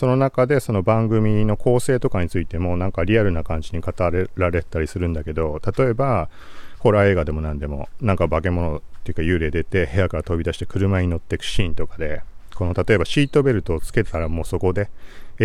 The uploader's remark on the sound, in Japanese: TASCAM DR-07X録音テスト。外。TASCAM DR-07X使って外で喋りながら録音テスト。TASCAM DR-07X ・iPhone 11 Pro ボイスメモ録音 ・入力レベル75(MAX90) リミッター ・エフェクト/低域カットなし ・単一指向性 X-Yモード ・風防あり ・20cmくらいの距離 ・ミニ三脚手持ち。